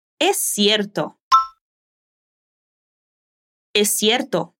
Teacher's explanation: Lo que quiero que notes es que no hay una letra T en el medio, ¿ok? Pero si decimos cierto con ese sonido de S, entonces juntamos los sonidos de las dos S en uno.